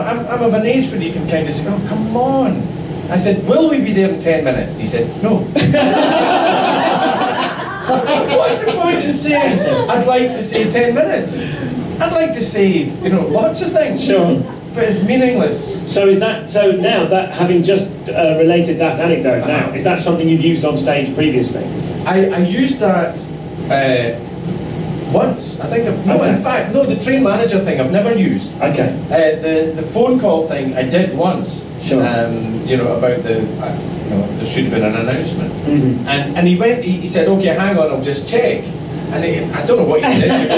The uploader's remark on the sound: (Live). This episode has a sound recording problem which doesn't reflect the quality of usual episodes.